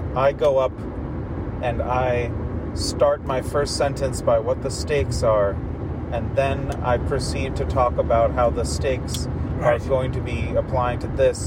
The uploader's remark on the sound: Our conversation, which focuses on the mundane, the magical and the minutiae, takes place in my car, driving him to RDU Airport, after he and a handful of other storytellers descended on Durham, (NC) where they absolutely crushed the GRIT stage.